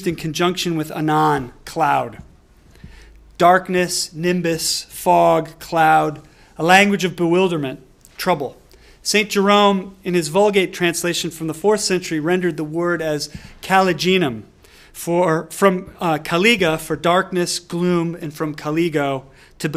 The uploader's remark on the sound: delivered this lecture on March 1, 2018 at the University of Chicago